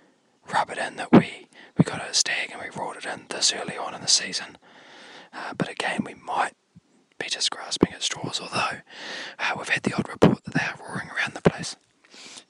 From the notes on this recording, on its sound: Recorded from the Kaimanawas